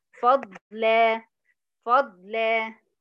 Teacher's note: هقف عليها بحرف مد طبيعي حركتين